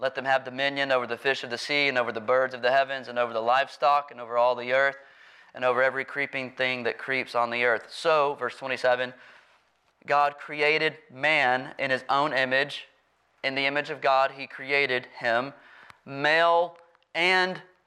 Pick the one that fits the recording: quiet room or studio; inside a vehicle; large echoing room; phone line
large echoing room